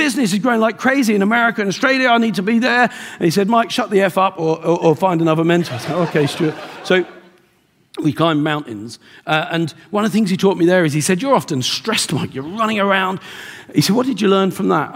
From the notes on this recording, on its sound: Live from The Wealth Summit in Dublin at The RDS